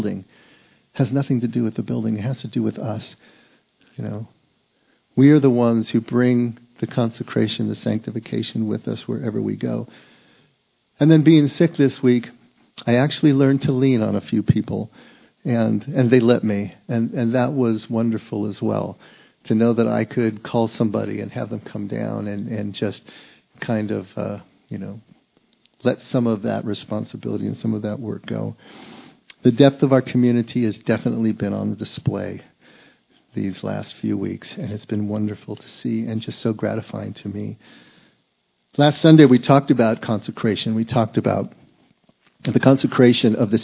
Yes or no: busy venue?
no